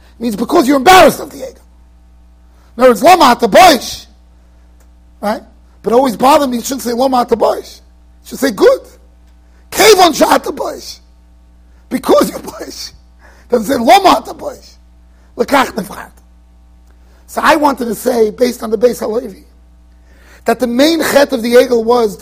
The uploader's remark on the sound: Shiur recorded in Yeshivas Ohr Reuven, Monsey NY.